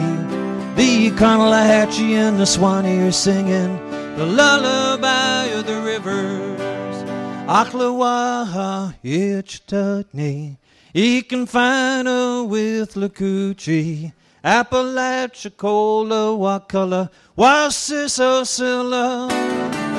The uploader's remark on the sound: 2003 Florida Folk Festival recording by Florida Memory Program, State Archives of Florida.